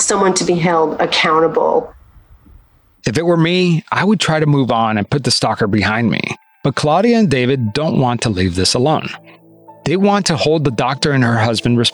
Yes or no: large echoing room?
no